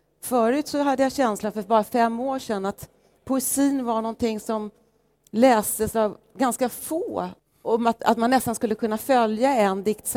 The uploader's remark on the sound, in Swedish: Poden är inspelad under Poesimässan som varje år ordnas av Poesibazaren i Stockholms Stadsbibliotek.